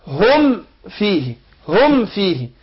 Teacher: فهنا عندنا هم فيه الميم ساكنة بعدها الفاء، يبقى أظهر الميم هنا · Term: اظهار شفوي